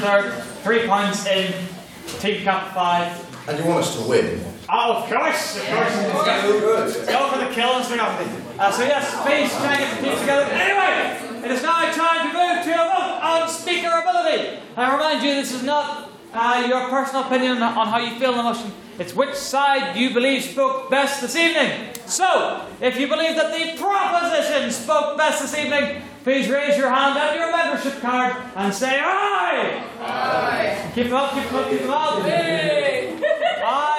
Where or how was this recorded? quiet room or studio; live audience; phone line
live audience